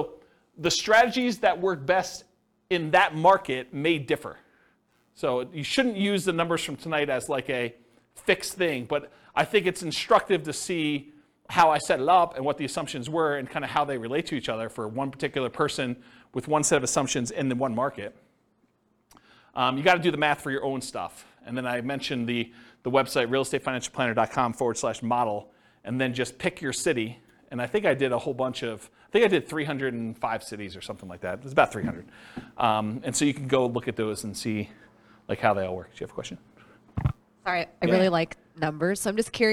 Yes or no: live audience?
yes